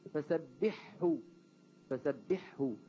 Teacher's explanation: بحاء مشددة بحيث أدغم الثاني في الأول